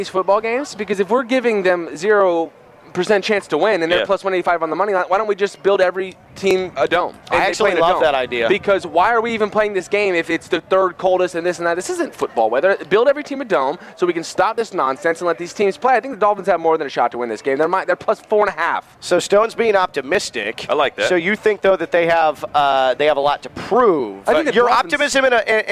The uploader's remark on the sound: Live from the South Florida Fair!